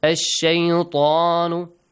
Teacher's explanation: Since ta has a heavy sound, you should pay attention.